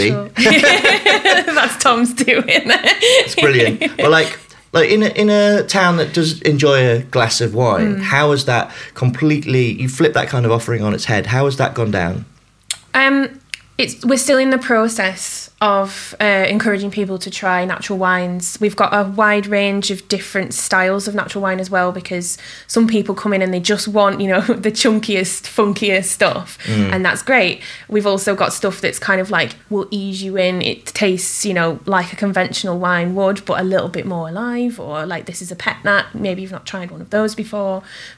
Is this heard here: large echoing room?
no